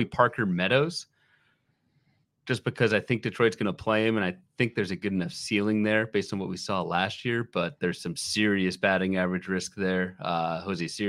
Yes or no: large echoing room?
no